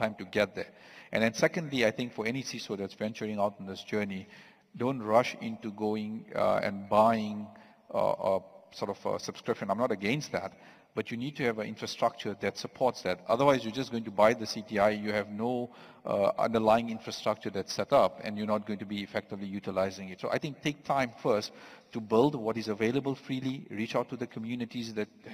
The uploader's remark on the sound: Recorded live on stage at the CYDES 2023 event, organized by the National Cyber Security Agency (NACSA). Please note, due to the live recording nature of this episode, you might need to adjust your audio levels occasionally.